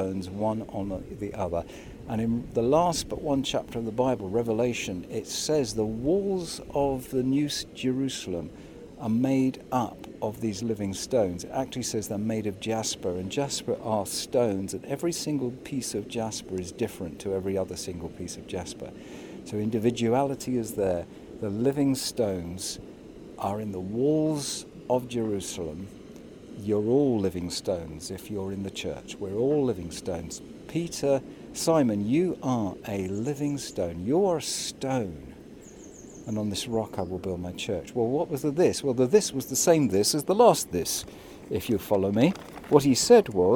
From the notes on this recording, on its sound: St James Alperton. (virtually). Recorded by the riverside and distributed online during the time when churches were closed.